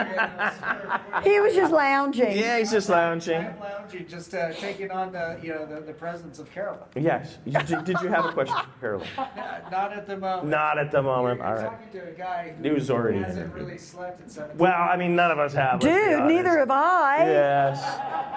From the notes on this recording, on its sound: panel from the Colorado Festival of Horror